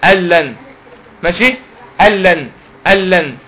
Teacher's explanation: تدخل النون في اللام او الراء لكن ما تعملش غنة